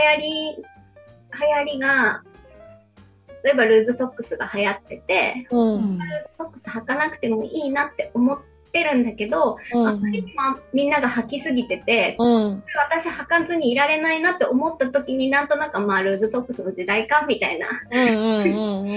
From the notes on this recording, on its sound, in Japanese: さんぽまち メンバー限定zoom会の一部をお届けしています。